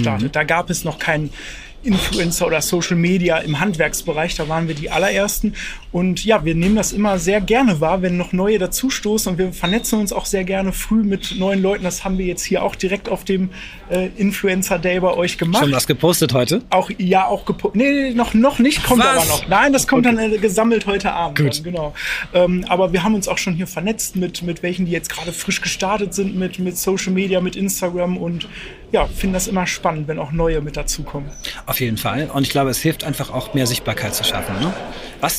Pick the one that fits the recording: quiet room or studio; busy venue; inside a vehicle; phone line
busy venue